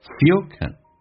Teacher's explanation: can 不被强调，在口语化当中会把 an 弱化成 a 这个发音，变成 can，而且轻轻的点一下，用降调来发，所以这个 can 听的不是那么的清晰，就变成 fearcan。Fear can serve us.